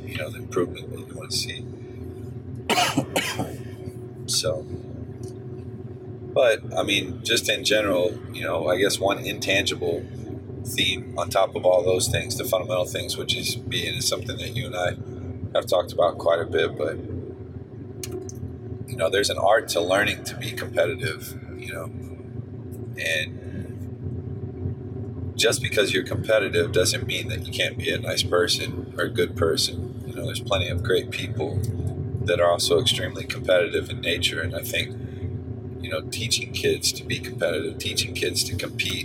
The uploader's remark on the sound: Excuse the sound quality, we have a little bit of learning to do when it comes to car podcasts.